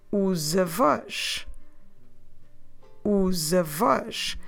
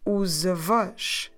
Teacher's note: And that happens because os ends at S and avós starts with a vowel, A. So it flows much better if we run the two words together. Os avós.